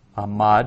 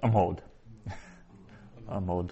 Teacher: if I shorten up that opening vowel, it becomes amod · Shown in: second take